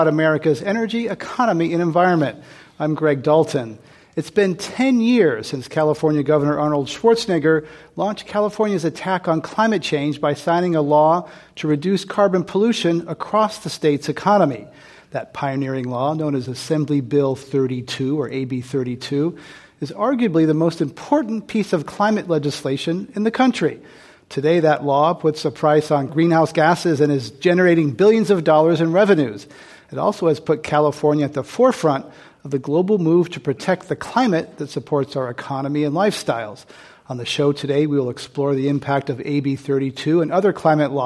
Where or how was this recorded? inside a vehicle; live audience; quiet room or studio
live audience